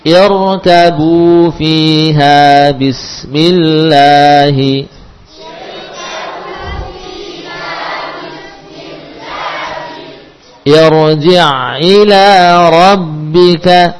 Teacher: ada kasroh yang tidak asli mendahului ro ya, makanya juga menyebabkan ro-nya tebal